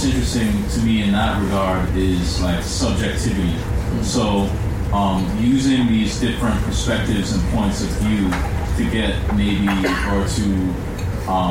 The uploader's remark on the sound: Recording Live at the recent Los Angeles Comic Con